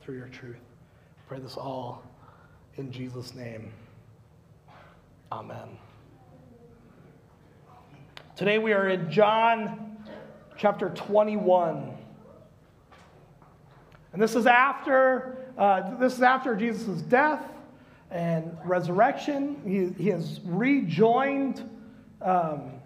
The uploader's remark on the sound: Recorded live at Word of Life Church in Le Sueur, Minnesota on September 5th, 2021